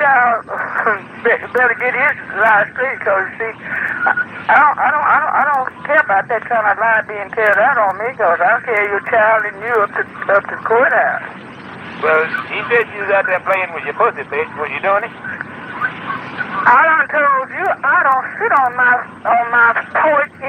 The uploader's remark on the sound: Prank Phone Calls